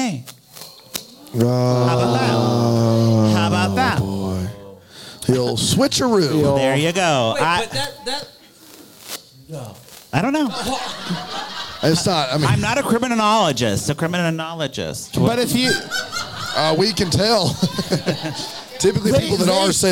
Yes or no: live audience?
yes